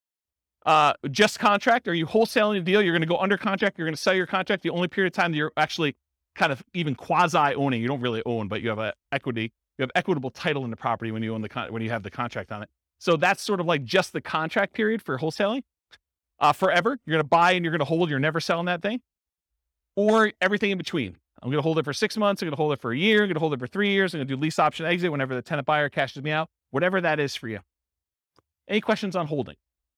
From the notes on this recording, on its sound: This was a live class recorded